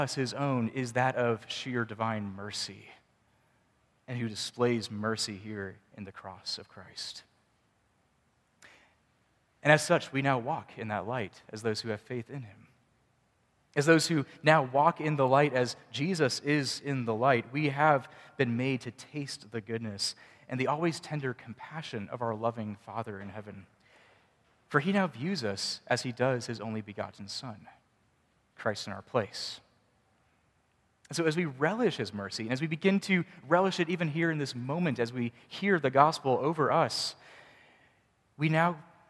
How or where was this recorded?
large echoing room